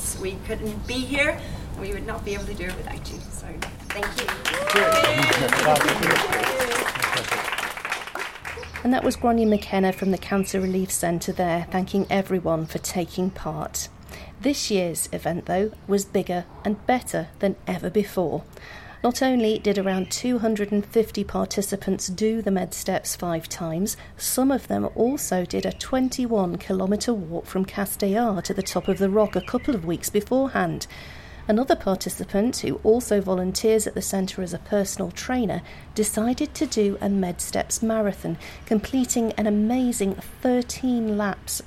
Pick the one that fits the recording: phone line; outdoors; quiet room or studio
outdoors